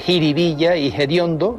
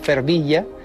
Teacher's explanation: aspiran la F inicial de determinadas palabras populares · Shown in: first take · Así se dice jiribilla y hediondo, en lugar de los originales fervilla, que es una palabra de procedencia portuguesa, y fediondo, del latín foetibundum. · Term: aspiración